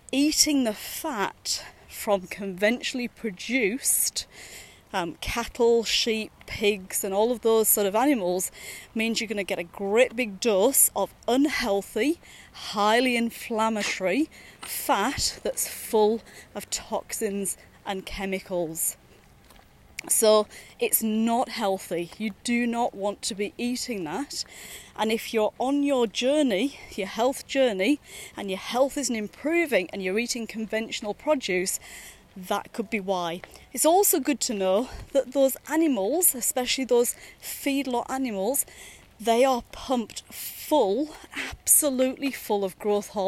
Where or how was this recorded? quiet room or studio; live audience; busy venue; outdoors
outdoors